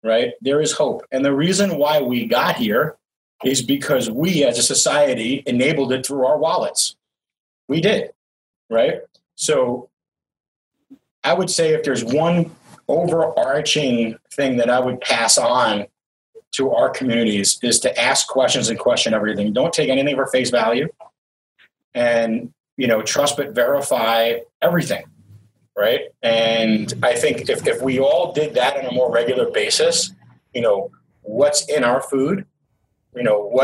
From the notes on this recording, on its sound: This was recorded as a video interview for The Toxic Home Transformation Summit